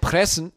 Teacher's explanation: Da formst du das R, wird dann so ein Knalllaut im Rachen so. Und der Bayer, der presst halt vorne, presst das, vorne presst er das raus.